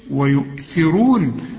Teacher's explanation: والراء مدام مضمومة تبقى مفخمة